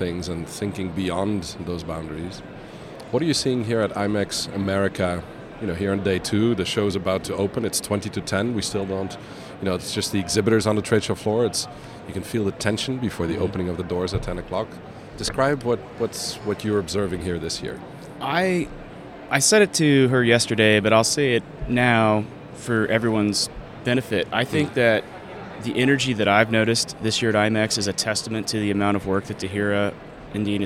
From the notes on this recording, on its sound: Onsite at #IMEX23. Live from buzzing and immersive IMEX 2023 in Las Vegas, USA.